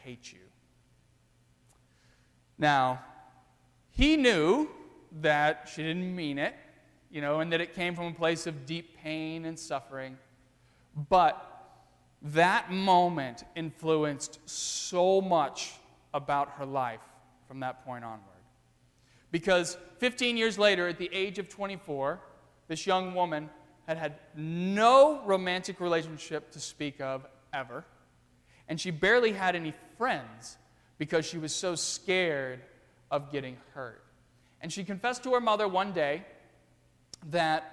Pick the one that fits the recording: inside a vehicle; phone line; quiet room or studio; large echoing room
large echoing room